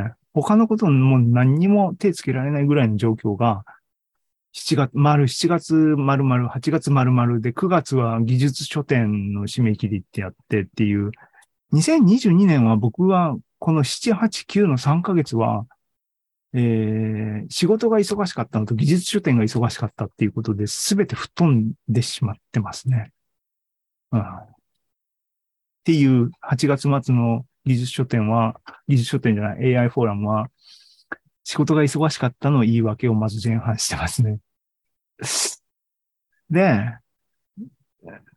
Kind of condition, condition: link, video call